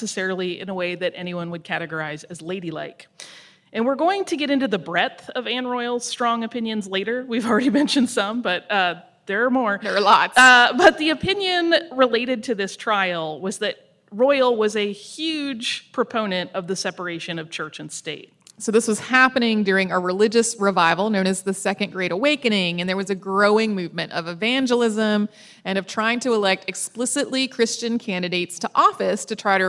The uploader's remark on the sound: Today we've got our live show from our recent East Coast tour.